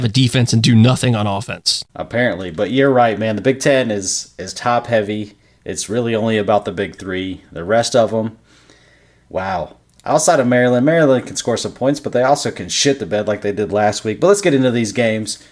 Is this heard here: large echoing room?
no